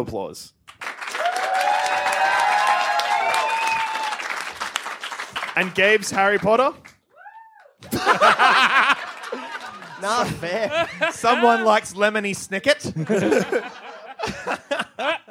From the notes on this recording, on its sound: Live from the Sydney Comedy Fest. In which our heroes gather their friends, take to the stage.